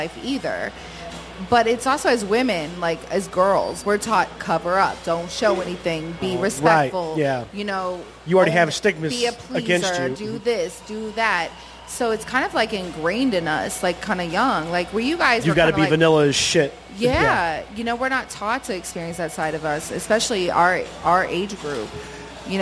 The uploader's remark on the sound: streaming live from the back patio of the wonderful Pepper's Bar & Grill in South St.